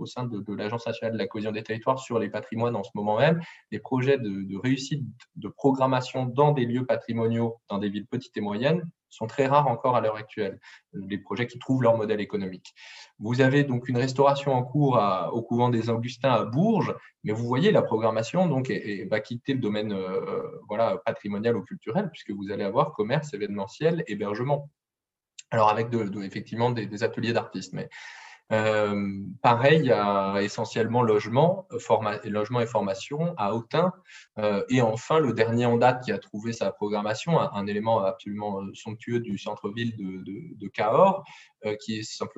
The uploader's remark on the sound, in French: Enregistré sur zoom.